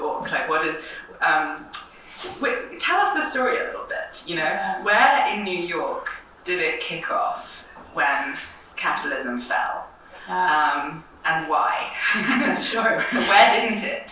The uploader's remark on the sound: in this session recorded at Socialism 2022